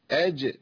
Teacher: فلهم اجرهم الجيم ساكنه مقلقلة